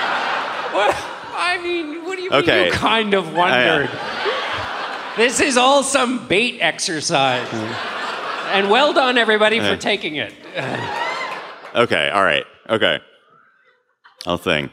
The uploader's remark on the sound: Live from Madison!